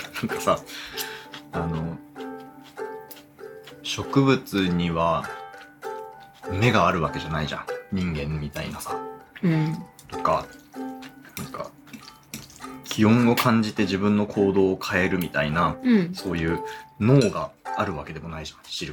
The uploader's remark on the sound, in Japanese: サラダうどん食べながら、ずぞぞっ音もかき混ぜ音も気にせずに、平常運転で収録です。